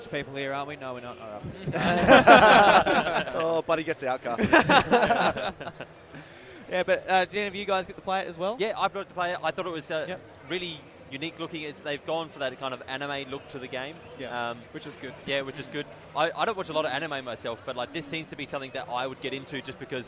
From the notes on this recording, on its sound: coming to you live from the Audio Technica booth at PAX Australia 2018!